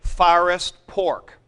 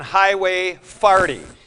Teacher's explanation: people in St. Louis pronouncing O as A and A as O